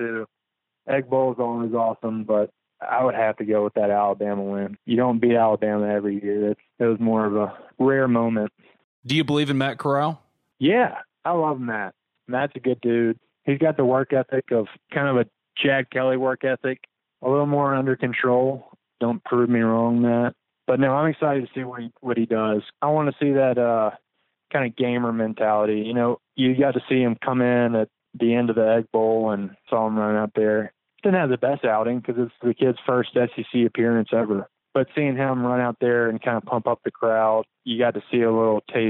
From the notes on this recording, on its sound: For an update from the practice fields. On the Modern Woodmen phone line.